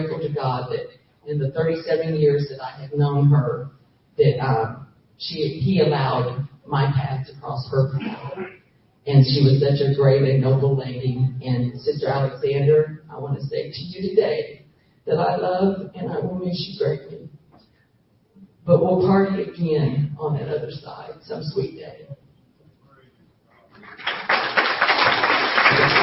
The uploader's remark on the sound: Funeral Service. Live from the Grand Marais, Jennings, LA.